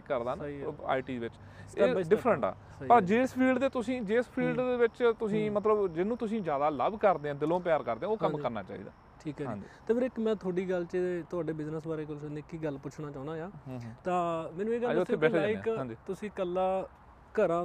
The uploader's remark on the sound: GOSSIP ON ROADS TORONTO is a Canada based interview channel, we work with the concept of doing interviews/gossips in the car We steer on the streets with an incredible conversation with our guests( full safety precautions).